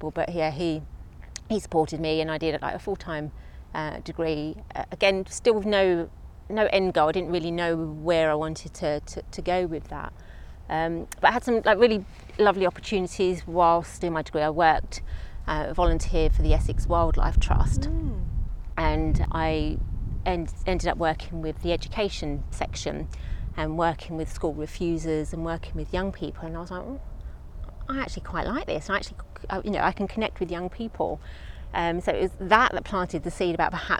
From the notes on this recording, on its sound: Took me to a beautiful park just minutes from her home in London, and we recorded the episode sitting on the grass within sight of a herd of fallow deer. There’s also a minute of the sounds of nature for a little bit of escapism in your busy day.